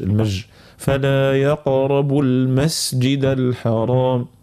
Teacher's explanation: ظهروا الصفة متاع السين الرخاوة باش ما تربطش بالجيم، مش المج. المج فلا يقربوا المسجد الحرام.